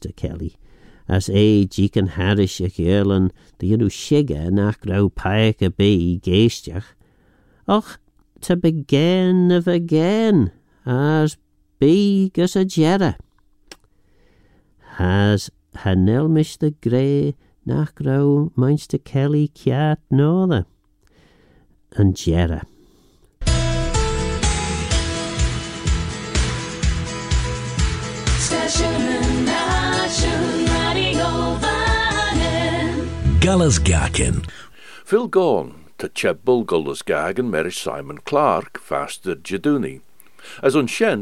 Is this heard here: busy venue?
no